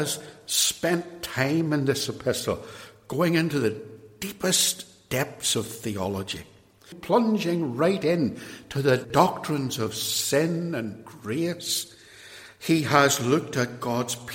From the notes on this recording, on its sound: This episode is an extract from a sermon preached at Templepatrick Reformed Church, Northern Ireland.